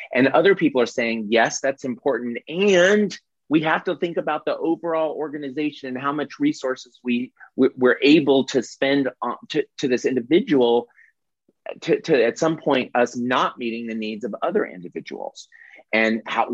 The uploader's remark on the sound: This is the audio replay of the monthly Zoomy Zoom